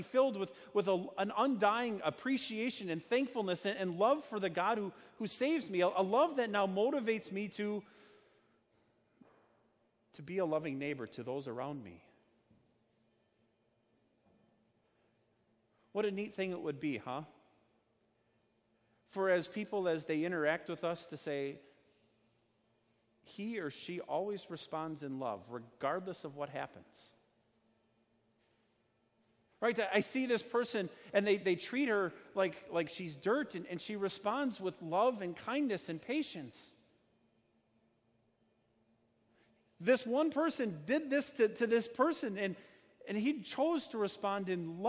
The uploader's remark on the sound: Sermon preached at Our Savior Lutheran Church in Birmingham, AL, on Sunday, July 21st, 2019.